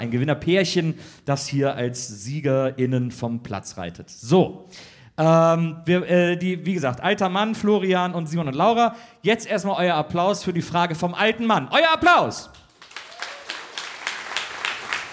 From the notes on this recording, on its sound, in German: Januar 2023 im Rahmen des SWR-Festivals in Mannheim aufgenommen.